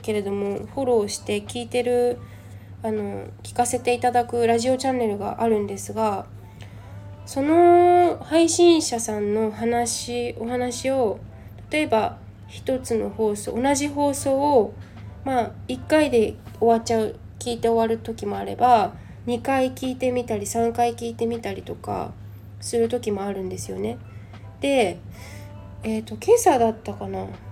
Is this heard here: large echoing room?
no